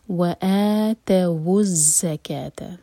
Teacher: واو ساکن جو تھا واو پر ہم نے ضمہ لگایا اور پھر آگے کنیکٹ کیا زا کے ساتھ. زا پر شدہ تھا، اور جب شدہ ہوتا ہے تو پہلا لیٹر ساکن ہوتا ہے، تو زا ساکن کو ہم نے کنیکٹ کیا واو ساکن کے ساتھ واو پر ضمہ لگا کر، تو بنا وآتاو الزکاۃ.